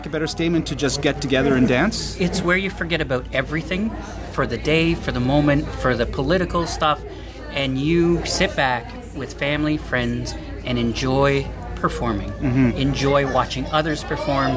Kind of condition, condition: setting, busy venue